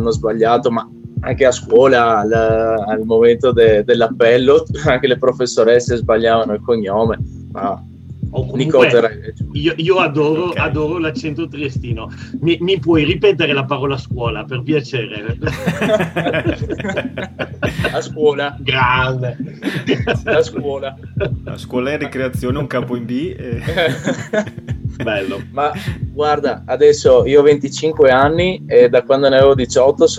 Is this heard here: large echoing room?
no